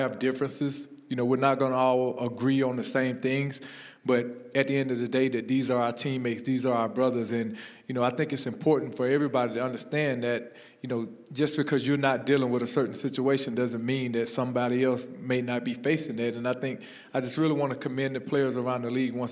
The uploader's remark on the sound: Recorded at the NFL Walter Payton Man of the Year Reception at Super Bowl LII in Minneapolis